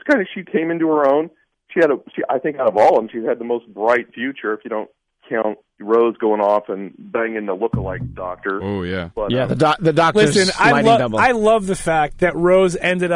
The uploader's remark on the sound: On the phone. Special in-studio guests.